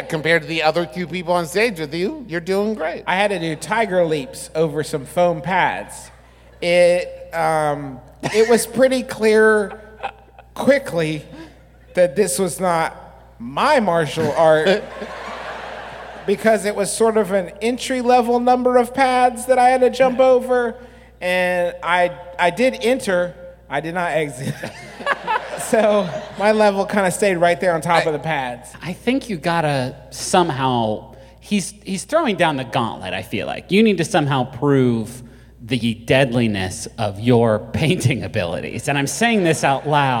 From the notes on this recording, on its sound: Here’s our live show, presented before a profoundly rowdy Birmingham audience.